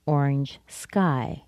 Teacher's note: I emphasize the word sky. It's a descriptive phrase.